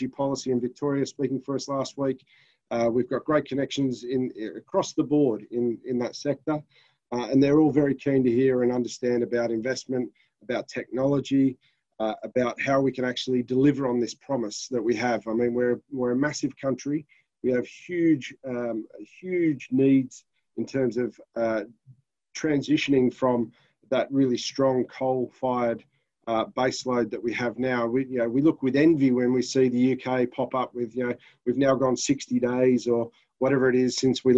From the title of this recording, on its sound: The Waterline Summit 2020 International Webinar Soundtrack